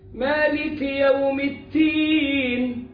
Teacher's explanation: مالك يوم التين، التين قلب الدال تاء